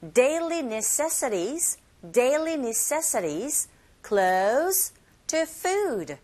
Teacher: 자, 그러면 daily, 그리고 그 다음 단어의 강세 위치가 necessity, 이 부분에 주시면 돼요. 그리고 to 사운드 자체가 R 소리에 가깝게 들리게 되는 flap 현상이 또 일어나고 있죠